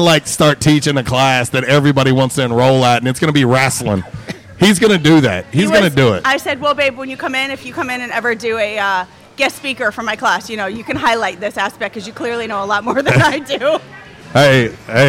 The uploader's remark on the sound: LIVE at J’Town’s Grill. RWRC Radio on 95.3 The Ticket/AM-970, Ritter Communications Tubetown 21!